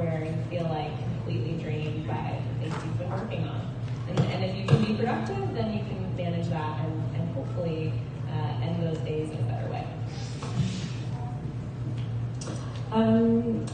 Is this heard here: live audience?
yes